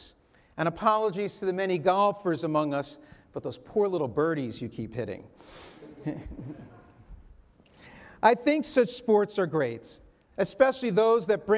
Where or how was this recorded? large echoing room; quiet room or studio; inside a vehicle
large echoing room